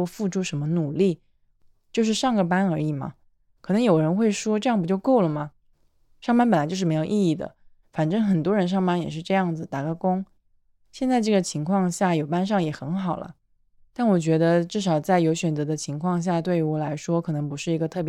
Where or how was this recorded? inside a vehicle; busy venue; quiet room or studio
quiet room or studio